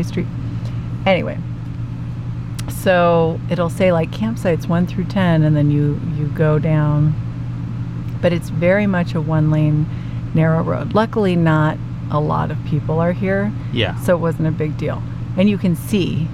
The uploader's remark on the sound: It's just too hot to turn off the air so enjoy the sound of what it really sounds like in Evangeline. Every episode we try and turn off the fans and AC so you hear us clearly. Today, in Kearney Nebraska, it's just too hot to turn off the air so enjoy the sound of what it really sounds like in Evangeline.